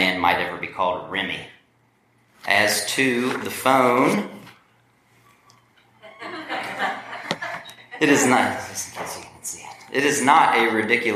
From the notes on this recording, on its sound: Recorded live at the Appalachian Writers' Workshop at the Hindman Settlement School in Hindman, Ky.